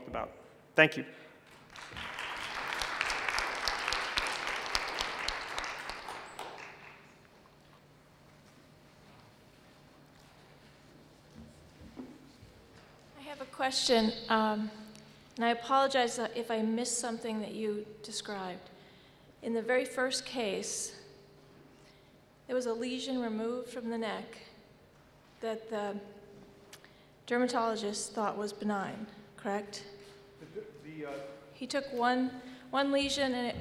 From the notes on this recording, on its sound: This was audio was recorded at the 2012 Fall conference in Las Vegas